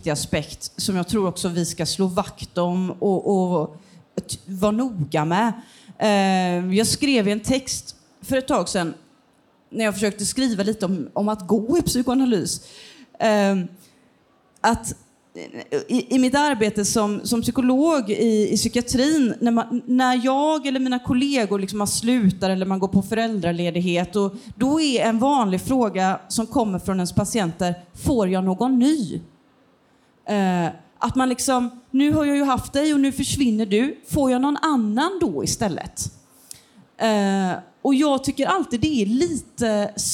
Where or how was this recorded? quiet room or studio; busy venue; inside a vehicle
busy venue